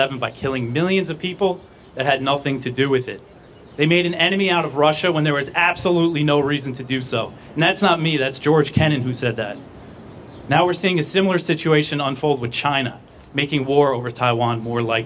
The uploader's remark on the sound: From the Hands of Assange Rally at the Department of Justice in Washington DC.